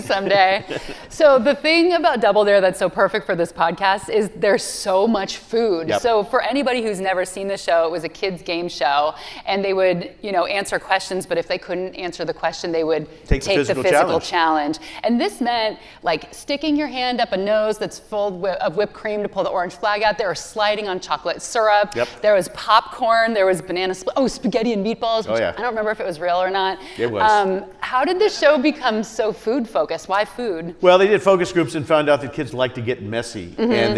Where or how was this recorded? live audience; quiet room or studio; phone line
live audience